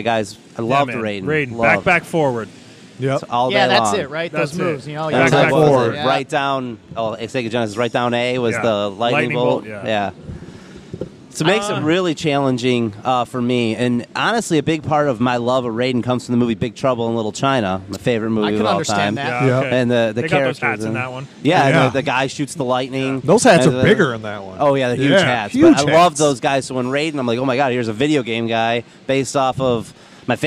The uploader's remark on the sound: live from Really Cool Comic Con in Flint, MI!